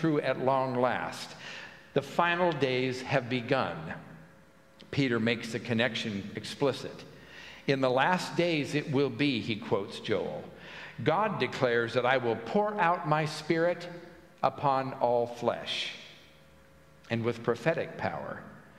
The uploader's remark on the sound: At the Pender UMC contemporary service on Sunday, August 13, 2023